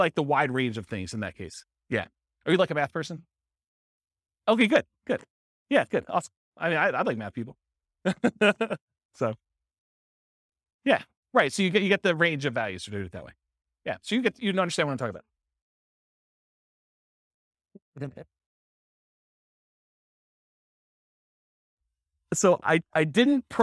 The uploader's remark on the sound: This was a live class recorded